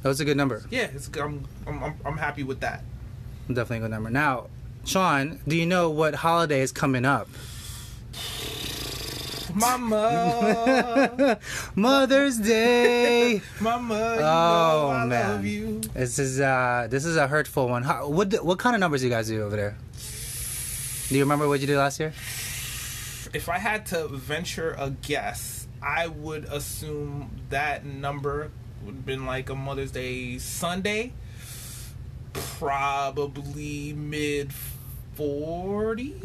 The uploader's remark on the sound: Monday Funday Ep 1 live in the restaurant.